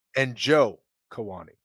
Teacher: five syllables on the last name. You emphasize the fourth one.